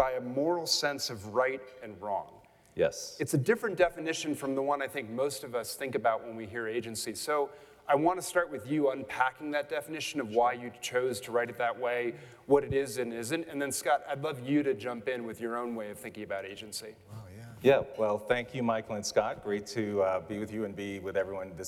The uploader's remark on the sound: I had the opportunity at a recent event to host a conversation on stage. What we really want to talk about as we do this live today.